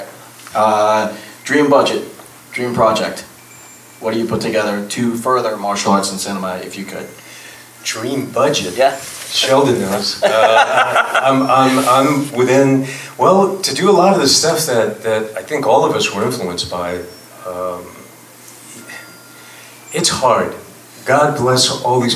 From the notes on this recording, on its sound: From the Urban Action Showcase & Expo 2023, the Kung Fu Drive-In Podcast hosted the MARTIAL ARTS IN CINEMA Panel.